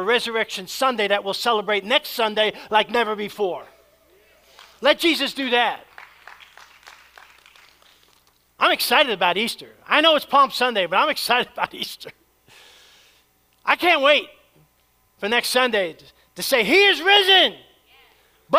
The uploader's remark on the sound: Preached at Church of the Savior.